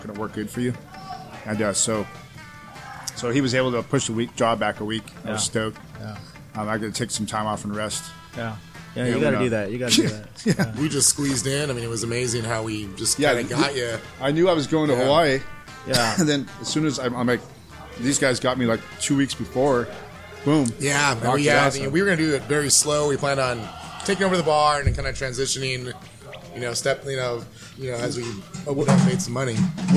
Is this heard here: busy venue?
yes